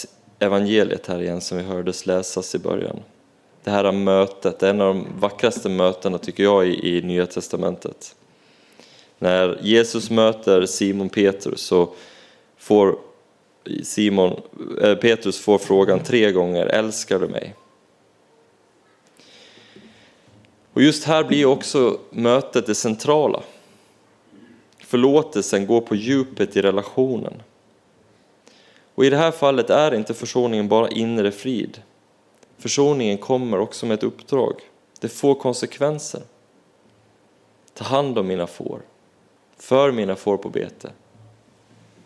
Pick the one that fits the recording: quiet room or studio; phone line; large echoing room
large echoing room